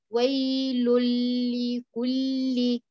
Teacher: دخلت النون في اللام